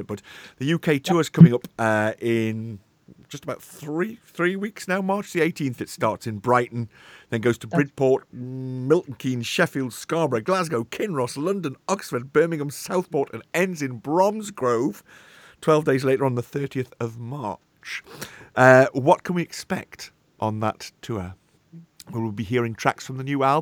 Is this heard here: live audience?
no